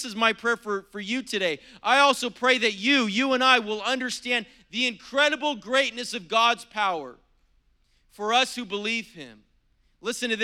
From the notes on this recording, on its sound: was preached on April 17th at the 10AM service